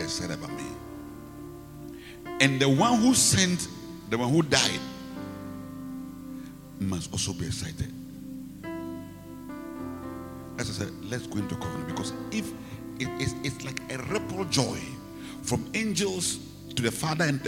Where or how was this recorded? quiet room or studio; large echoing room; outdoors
large echoing room